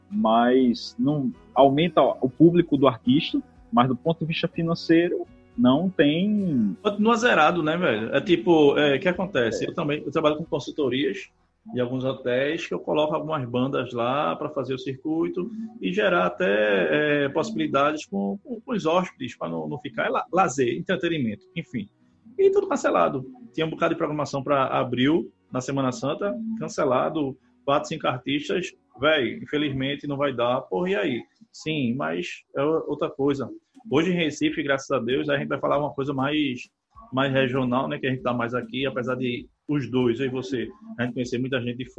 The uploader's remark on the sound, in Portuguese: A vontade de iniciar os trabalhos foi tanta que gravamos o audio pela internet e editamos o audio nas nuvens!